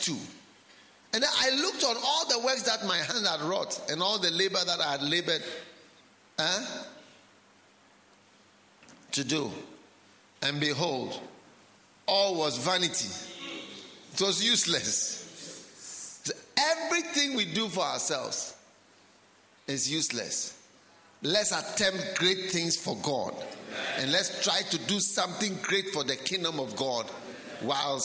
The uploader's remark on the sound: Preached at the Healing Jesus Campaign Pastors' Conference in Chereponi, North-East Region of Ghana